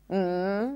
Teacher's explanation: you close the lips and the air comes out through the nose. Mm, if you rub your nose, you'll feel the vibrations.